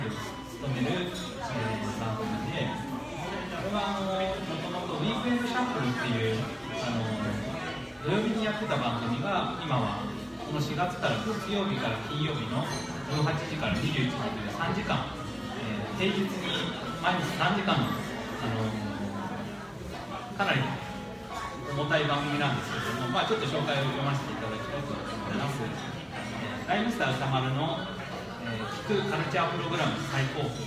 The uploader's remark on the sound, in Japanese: 山の駅さんべで行われた「楽市楽座フリーマケット」にて公開収録を行なった。